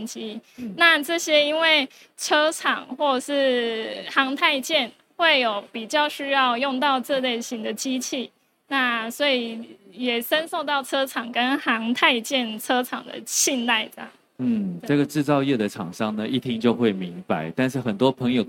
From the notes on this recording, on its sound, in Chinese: 本集節目首次於2023年台灣國際扣件展（FASTENER TAIWAN 2023）5月3日至5月5日高雄展覽館現場錄製